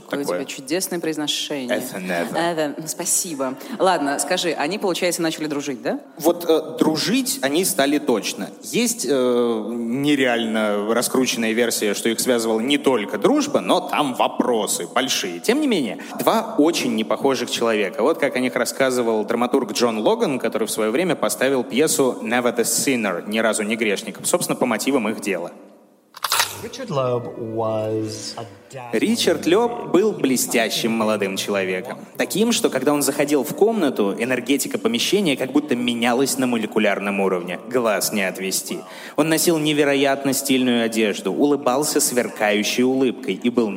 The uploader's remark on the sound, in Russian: Выпуск был записан на глазах у сотен человек в день трехлетия «Дневников Лоры Палны»